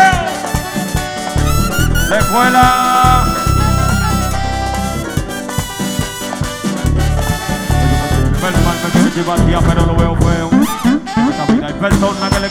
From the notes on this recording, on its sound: Live Party After 7 Lounge Virginia